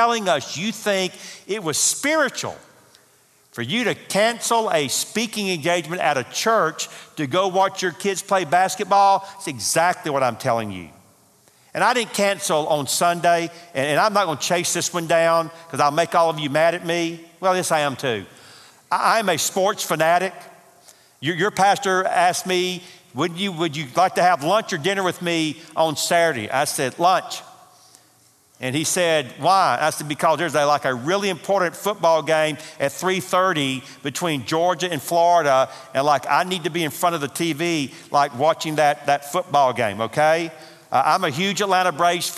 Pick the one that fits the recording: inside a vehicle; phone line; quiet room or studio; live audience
live audience